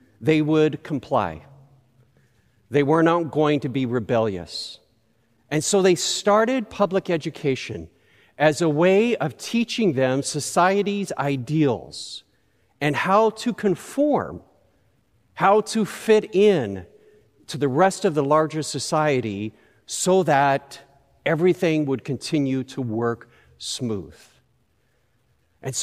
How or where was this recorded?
large echoing room